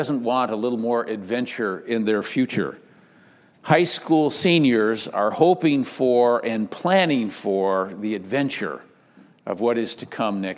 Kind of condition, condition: setting, large echoing room